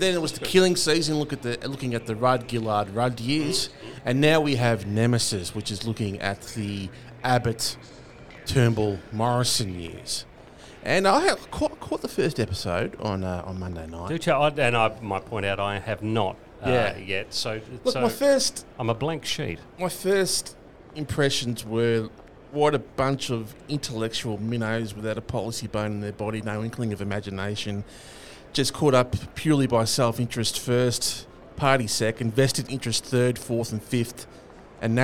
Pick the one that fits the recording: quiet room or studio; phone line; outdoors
outdoors